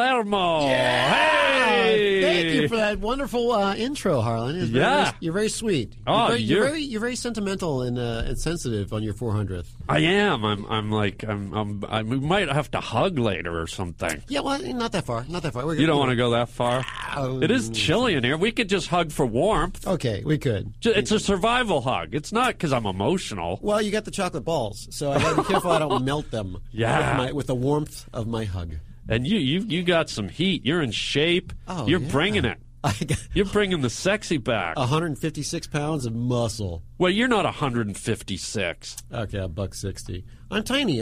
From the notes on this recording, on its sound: The live in studio 400th. IN STUDIO AT UNIVERSAL CITY episode. Live calls and webcast.